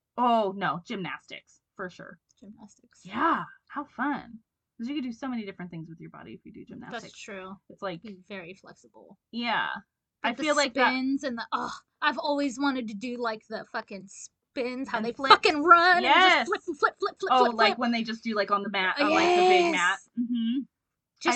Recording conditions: poor sound quality